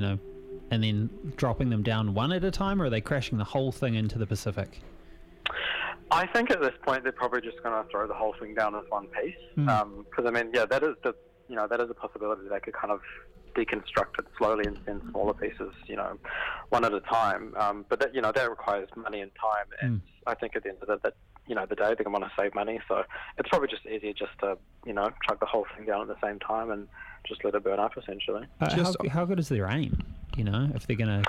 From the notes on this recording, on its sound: jumps on the phone to chat